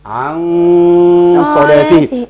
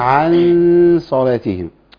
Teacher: الغنة هنا مفخمة، ليه يا عم الشيخ؟ لان بعدها الصاد مفخمة · Shown in: first take